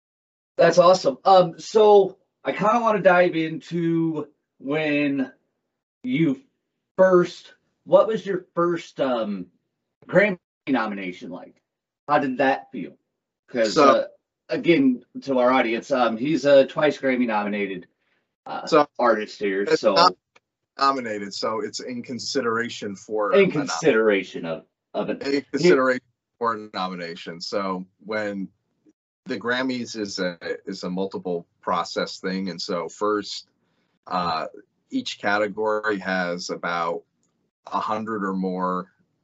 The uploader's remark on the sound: skype interview